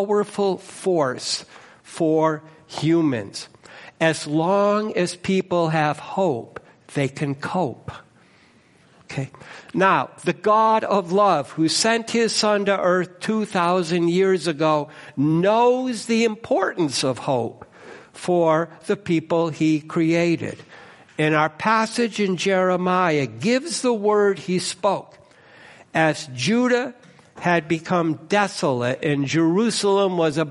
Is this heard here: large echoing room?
yes